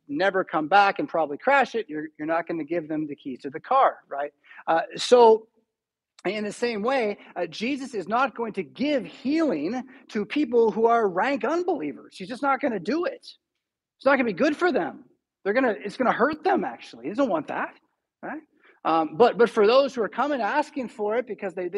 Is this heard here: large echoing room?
yes